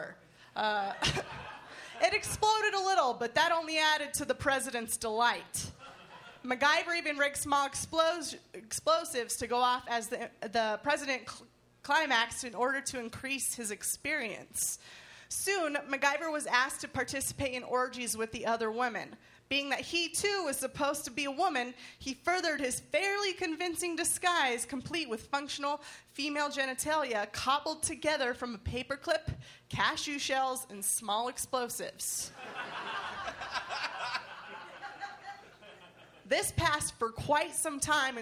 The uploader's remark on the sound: Recorded August 21, 2014 at the high plains comedy fest in Denver.